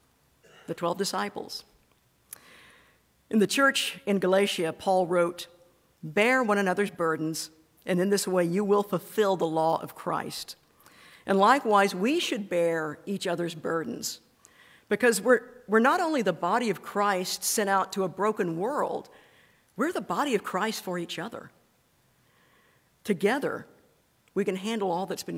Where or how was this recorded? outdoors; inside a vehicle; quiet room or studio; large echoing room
large echoing room